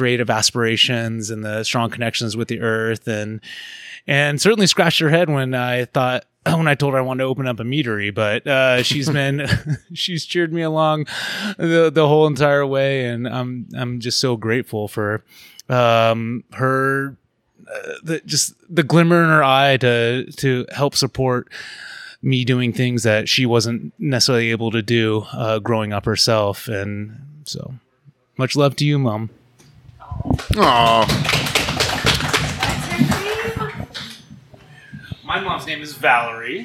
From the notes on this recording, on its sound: This episode was recorded live at Black Rabbit Mead in Reno, Nevada.